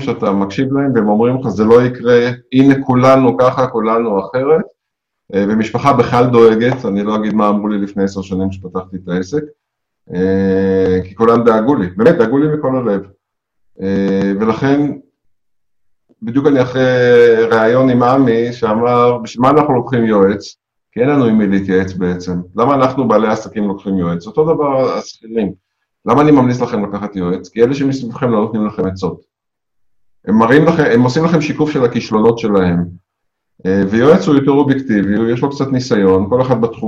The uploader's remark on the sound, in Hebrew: כולנו בבית וגם תוכנית זו הוקלטה בזום בבית.